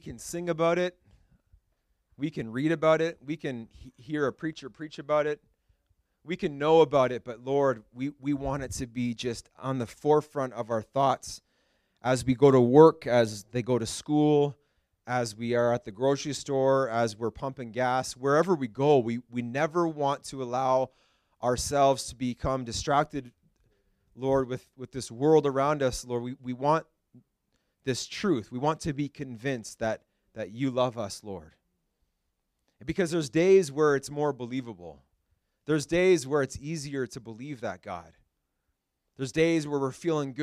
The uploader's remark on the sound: This message was preached at Freedom Life Church International in Kitchener, Ontario